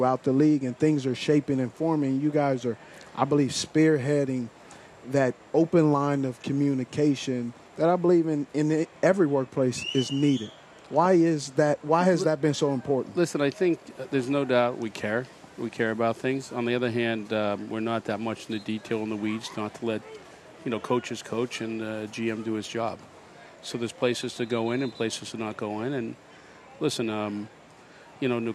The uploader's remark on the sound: Live from Spartanburg Panthers Training Camp